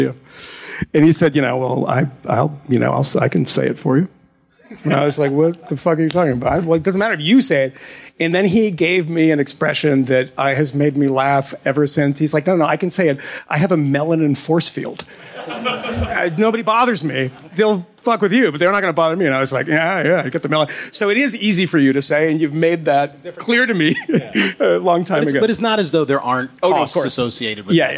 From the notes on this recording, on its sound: Live in Philly. Talked to a room full of students at FIRE’s annual student conference in Philadelphia.